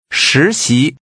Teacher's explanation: Using two rising tones, say interning.